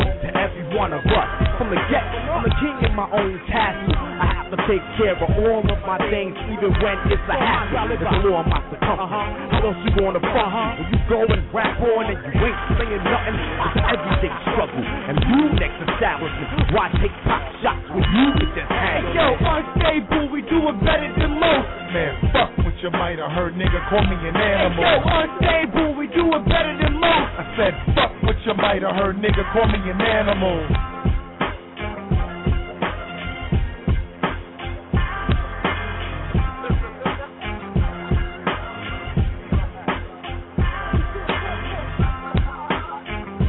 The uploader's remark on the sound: LIVE Broadcast from Sugar Hill Disco and Resturaunt for The "Rock the Mic"' Competition. LIVE performances.